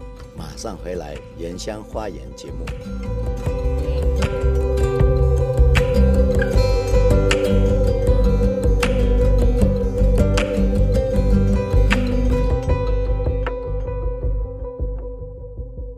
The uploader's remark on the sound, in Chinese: 鎮西堡，新竹尖石鄉最難到達的部落之一。聽他們帶著錄音機走進山林，腳步輕盈。